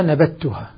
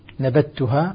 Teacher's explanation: تدغم الذال في التاء · Shown in: first take